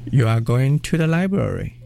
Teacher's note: with my pitch falling at the end, it's a statement of fact